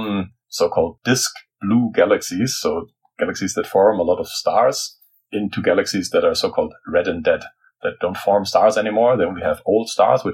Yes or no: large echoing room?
no